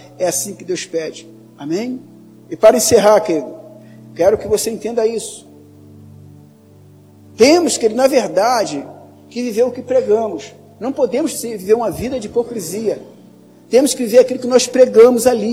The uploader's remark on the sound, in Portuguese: Áudio da mensagem ministrada no Culto da Vitória realizado na Quinta-Feira, 14.